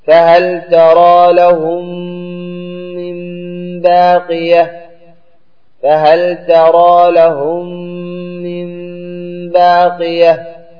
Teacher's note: والشاهد فيه لهم من، لأنك أضغمت الميم في الميم فصارت ميما واحدة مشددة، إذا كان كذلك أخرجت الغنة · Term: إضغام المتماثلين